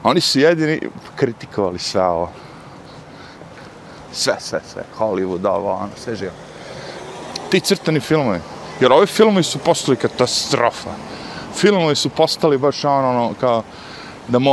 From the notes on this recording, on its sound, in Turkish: CAMERA: DJI OSMO in ACTION, odradio fenomenalan posao sa rocksteady opcijom, audio LG G8 telefon.